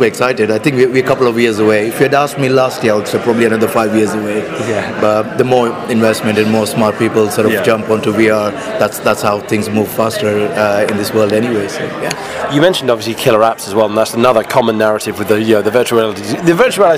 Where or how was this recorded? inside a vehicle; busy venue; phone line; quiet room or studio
busy venue